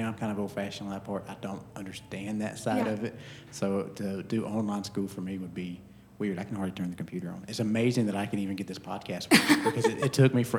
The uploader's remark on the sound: live from the Oakhouse in Canton Ga